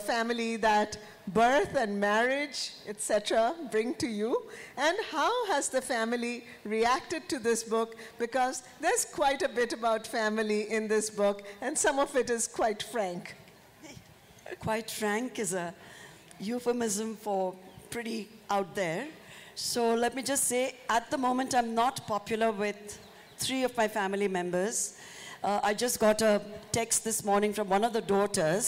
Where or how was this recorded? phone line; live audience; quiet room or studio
live audience